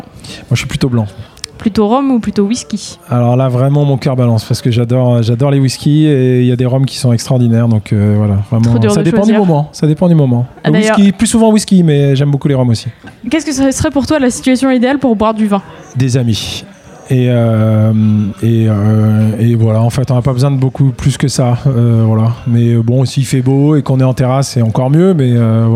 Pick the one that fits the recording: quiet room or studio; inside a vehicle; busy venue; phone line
busy venue